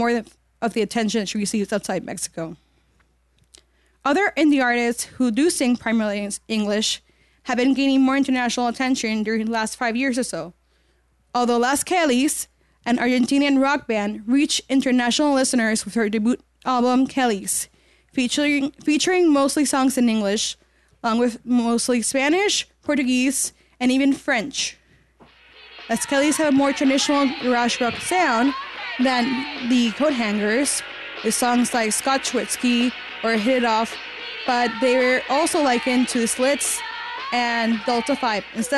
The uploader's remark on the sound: Recorded live at Pete’s Candy Store in Brooklyn, NY.